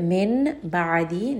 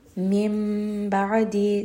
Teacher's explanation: So for example, if we have the word Min Ba'adi, Noon is going to be from the tongue. And then I'm going to switch this letter Noon into a letter Meem. · Shown in: second take · Term: Iqlab